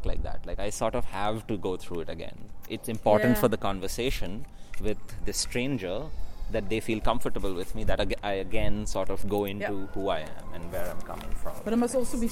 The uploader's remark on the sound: recorded in Utrecht while sketching beside the Domkerk, speaking with urban sketchers and random passersby who stopped